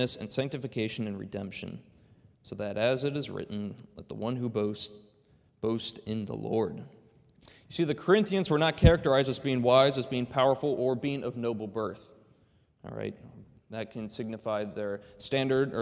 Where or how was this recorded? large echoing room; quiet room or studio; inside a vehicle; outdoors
large echoing room